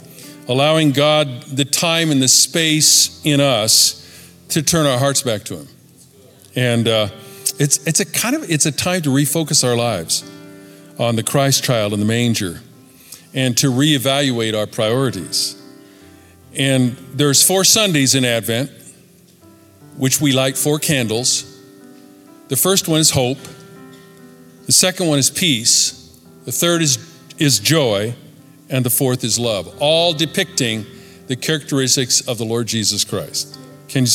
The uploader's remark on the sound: Recorded at Capital Church Meridian, Idaho